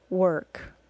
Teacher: Work, though it is spelled with an O-R, is pronounced as schwa plus R.